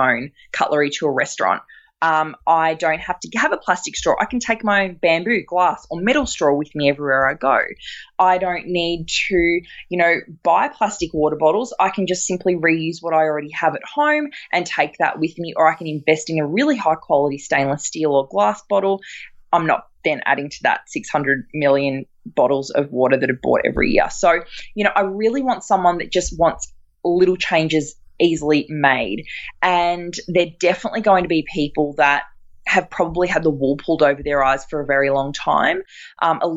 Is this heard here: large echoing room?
no